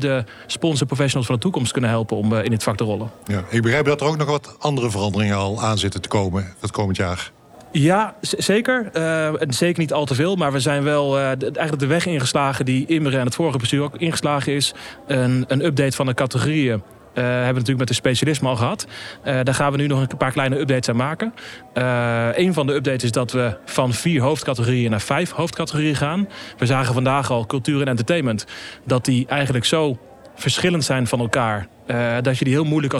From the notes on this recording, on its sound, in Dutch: Sponsorringen Special vanuit de AFAS LIVE.